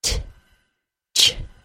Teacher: the beginning of the CH sound is very similar to a T sound